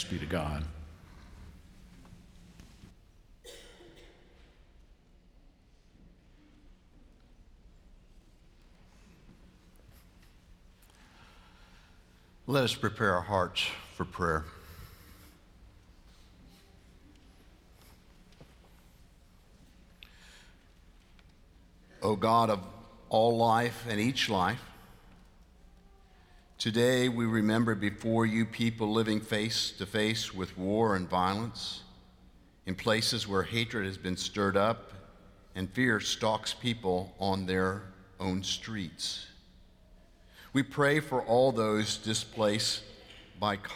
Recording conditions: large echoing room